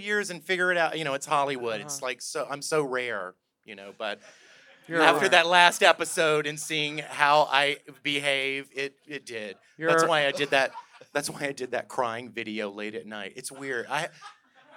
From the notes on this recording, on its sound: LIVE on stage at The Virgil in Los Angeles.